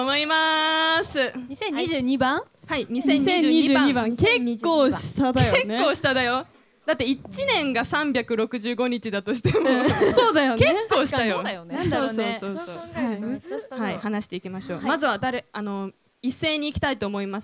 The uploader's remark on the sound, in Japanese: BPMの主催ライブイベント「どどっとドットvol.14」で行った公開収録パートの模様もお楽しみ頂けます。